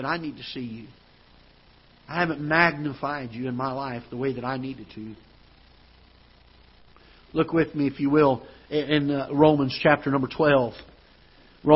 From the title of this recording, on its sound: Ketha Heights Baptist Church ~ Live Broadcast